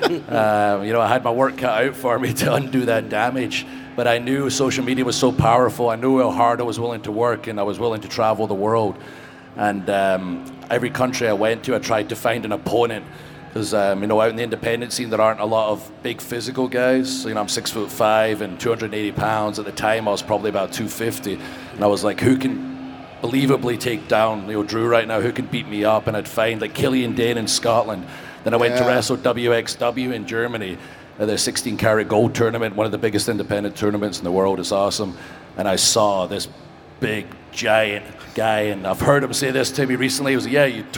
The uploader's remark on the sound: Live at 'WrestleMania' Superstore